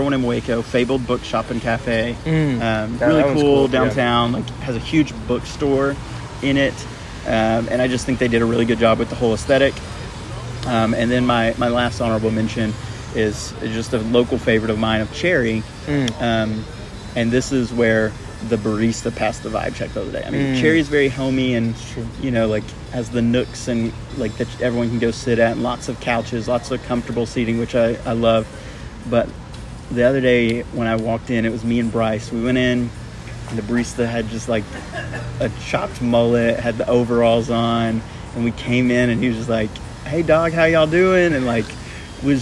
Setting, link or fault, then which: fault, background noise